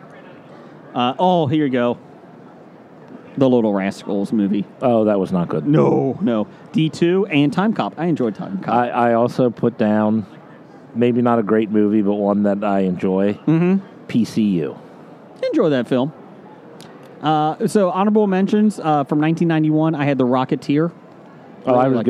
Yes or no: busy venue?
yes